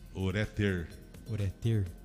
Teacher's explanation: A sílaba tônica é no ré.